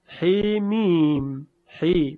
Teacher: و در آخر جلسه گذشته عرض کردیم که حرف الف در ح، حرف مقطعه ح، یک الف درش از ح میم، این هم اماله میشه در روایت شعبه